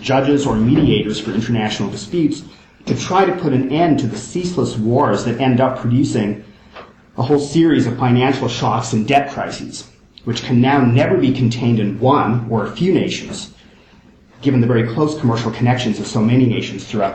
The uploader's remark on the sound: First presentation from the Kant and Colonialism conference held in University of Oxford in October 2010